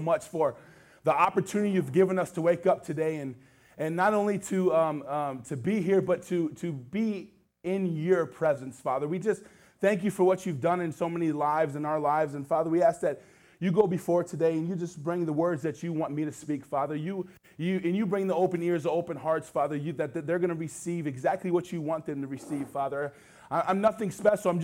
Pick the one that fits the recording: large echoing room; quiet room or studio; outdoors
large echoing room